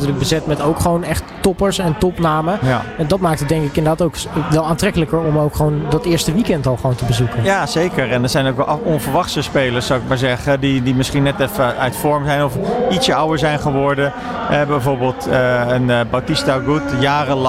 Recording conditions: busy venue